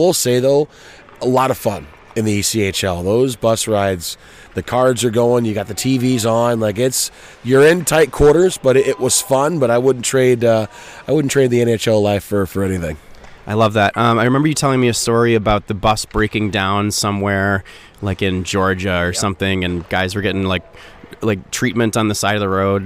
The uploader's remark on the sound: from morning skate at American Airlines Center in Dallas